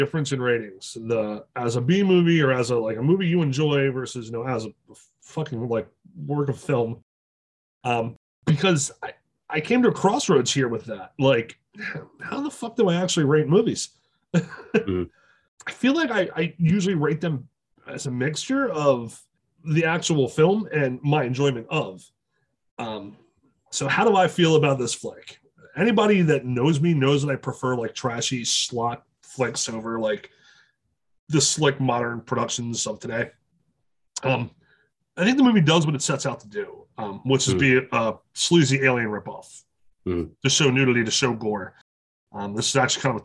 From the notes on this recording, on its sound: Also, Zoom is still a shit...